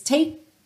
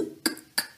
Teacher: eu dei a travadinha aqui, gutural, mas eu não fiz o k · Shown in: first take · k, k, eu não finalizei o som, tá?